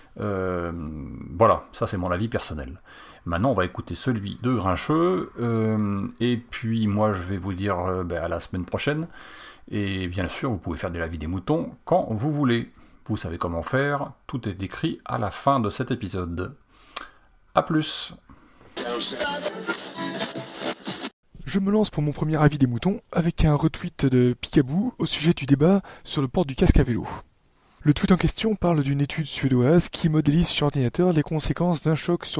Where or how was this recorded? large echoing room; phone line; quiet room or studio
quiet room or studio